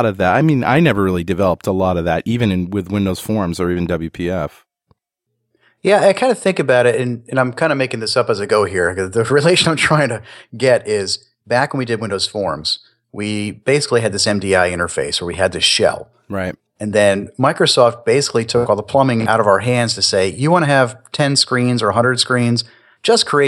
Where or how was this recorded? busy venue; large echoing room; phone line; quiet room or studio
quiet room or studio